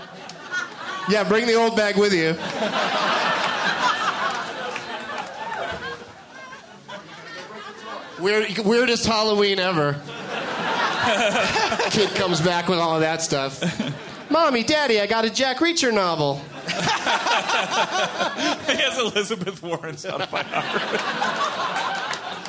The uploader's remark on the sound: Recorded at Comedy Works in Denver, CO